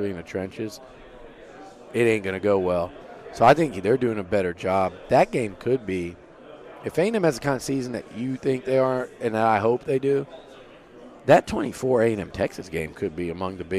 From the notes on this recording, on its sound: SEC Media Days 2023 Interview TexAgs. Joined us live from 2023 SEC Media Days in Nashville.